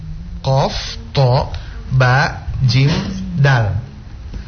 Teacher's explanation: qalqala pantulannya itu jangan ke o. Ya. Jadi antara e dan o. Jadi kalau ba bukan bo, sampai-sampai kita menyebut ibo rohim.